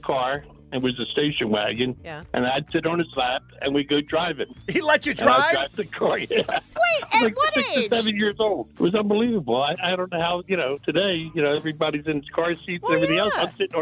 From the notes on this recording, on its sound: Listeners call in throughout the morning to share their outrageous stories from a lenient childhood.